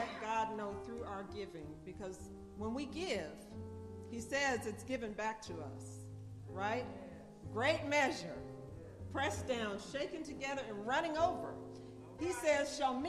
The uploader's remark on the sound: Sabbath Worship Service at Tabernacle of Praise SDA Church